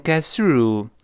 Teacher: get 在这儿又会失去爆破了。因为 get 是一个，呃，爆破音，后面 through 又是辅音开头的